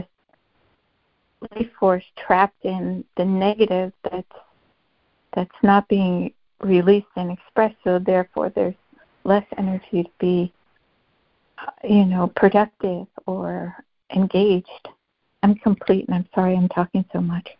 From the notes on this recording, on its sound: ACIM Daily Conference Call.